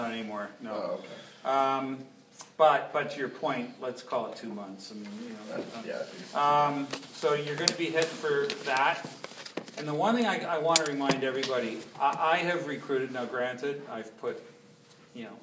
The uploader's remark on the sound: Recorded at LEx Toronto LC LExLunch on May 10, 2017.